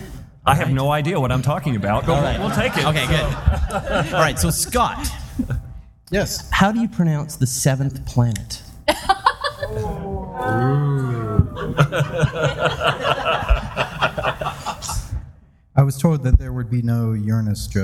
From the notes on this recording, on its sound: Live from DragonCon 2014